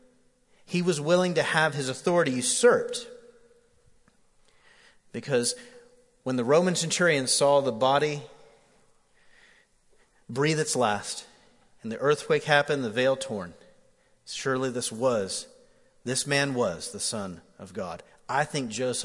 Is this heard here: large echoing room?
yes